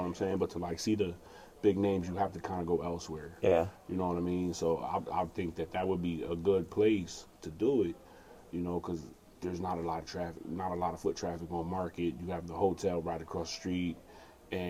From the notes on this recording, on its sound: We recorded this Thursday 11/10/22 at the Comedy Zone before the mic.